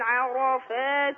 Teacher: تنطقين نطقا فصيحا للألفات، ألفات مفتوحة ما فيها إمالة